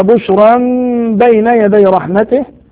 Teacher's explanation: الحكم هنا إقلاب لوقوع حرف الباء بعد التنوين